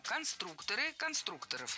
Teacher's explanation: Конструктора, конструкторов, это неверно. В слове «конструктор» ударение должно сохраняться на втором слоге, на «у».